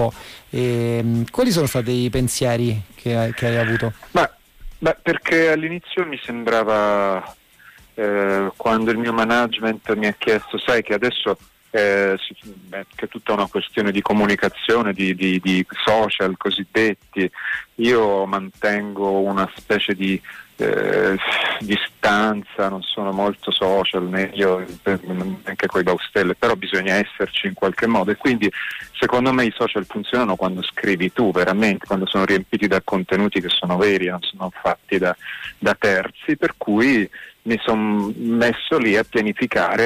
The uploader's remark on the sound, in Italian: live dai nostri studi in collegamento telefonico